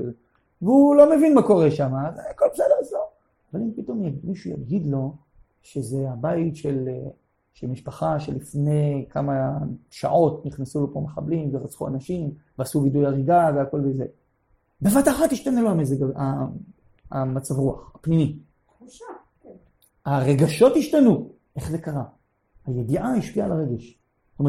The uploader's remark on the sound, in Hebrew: הקלטה של השיעור בגבעת חיים. בבית משפחת פליישמן.